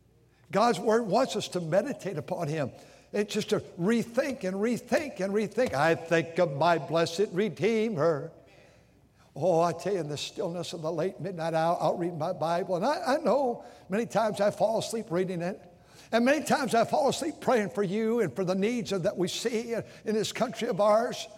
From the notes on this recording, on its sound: during the Sunday Morning service on September 3, 2023, at North Valley Baptist Church in Santa Clara, California